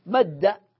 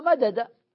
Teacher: نسكن الدال الأولى ثم ندخلها في الدال الثانية، فتصير كلها حرفا واحدا لكنه مشدد · Shown in: first take · وهو في الأصل عبارة عن حرفين. · Term: الإدغام